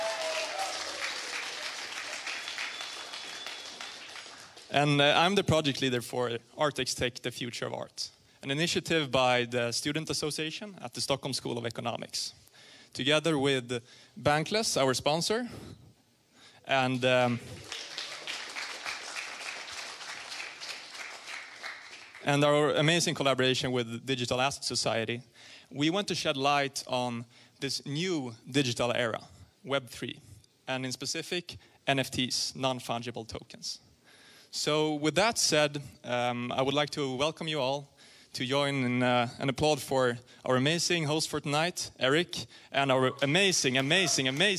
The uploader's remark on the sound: Live at Stockholm Fotografiska